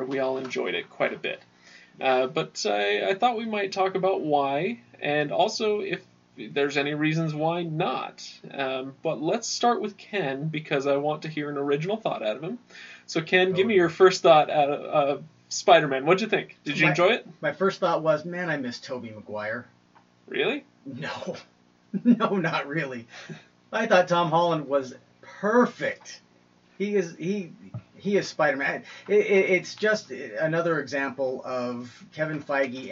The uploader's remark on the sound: Poor audio. Sorry about the ramshackle state of our audio quality! The guys didn't have their regular setup.